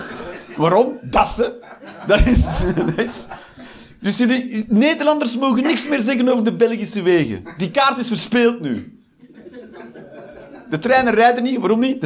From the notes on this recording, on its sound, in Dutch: Live 22 Maart 2023, bij ComedyhuisClub, Utrecht.